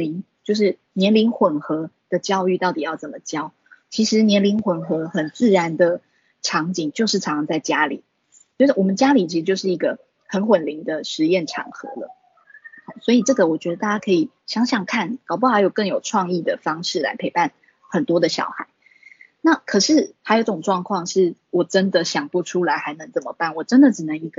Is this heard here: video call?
yes